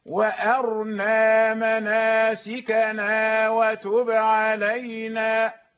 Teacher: أبو عمرو يقرأ بإسكان الراء، وهذا وجه، يقرأ وأرنا مناسكنا وتب علينا. ما دامت الراء سكنت إذن هي مفخمة لأنها سكنت بعد فتح